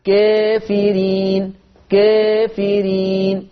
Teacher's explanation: هذا اللفظ الألف فيه مقللة قولا واحدة